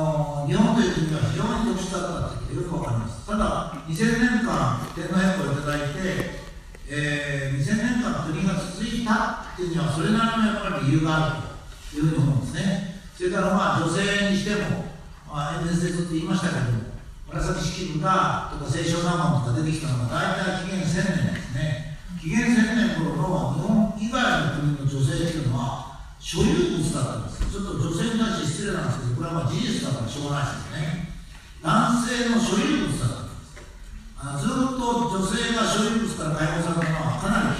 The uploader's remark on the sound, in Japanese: 緊急収録パート２。この講演会無料でした。音声があまりよろしくないです、ごめんなさい。